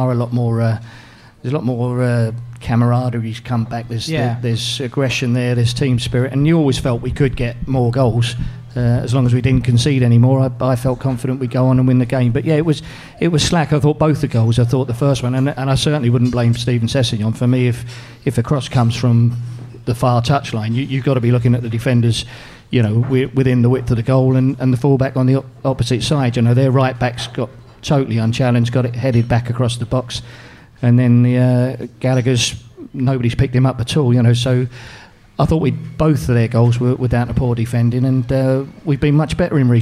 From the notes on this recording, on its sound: Welcome to Fulhamish's first ever live podcast, recorded in the Old Suffolk Punch in front of a sold out audience!